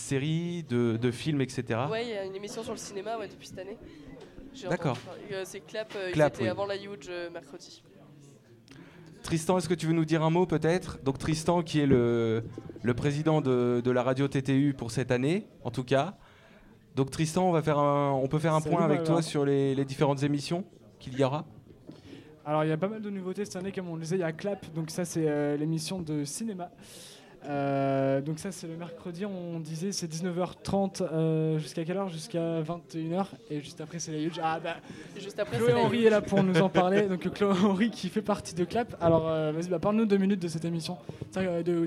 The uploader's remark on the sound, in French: Soirée de lancement de TTU au Diplo. Au progamme : live d'artistes, et interviews.